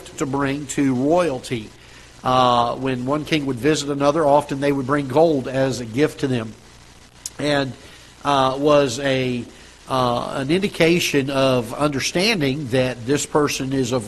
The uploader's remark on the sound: Ketha Heights Baptist Church ~ Live Broadcast